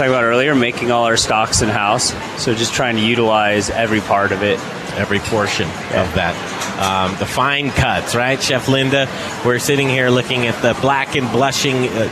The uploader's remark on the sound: We're live from inside the kitchen from the Bindery to promote their "Chefs Table" option for dining in this hot new Denver restaurant!